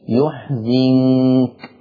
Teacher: يحزنك بضم الياء وكسر الزاي، بضم الياء يو وكسر الزاي زي، يحزنك.